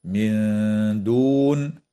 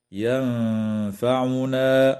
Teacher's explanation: وتخفى النون الساكنة عند الدال مع الغنة مرققة